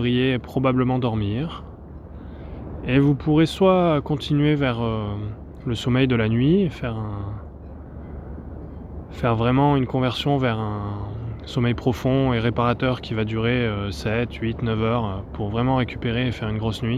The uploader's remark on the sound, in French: Séance d'hypnose de 28minutes enregistrée en pleine nature sur une plage isolée.